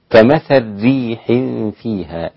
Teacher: الإمام السوسي أدغم اللام في الراء لما تتعلق من كثرة من مقاربة بين الحرفين، كمثل ريح فيها، هكذا للإمام السوسي، كمثل ريح فيها، فيها صر أصابت حرث قوم.